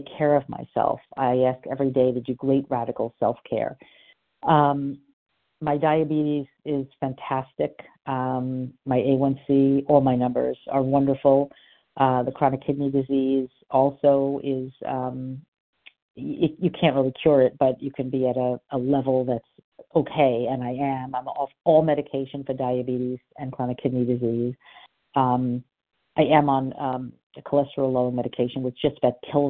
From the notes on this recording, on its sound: From the 100 Pounders Phone Meeting.